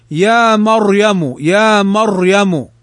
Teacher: الراء تفخم في كلمة مثلا مريم · Term: التفخيم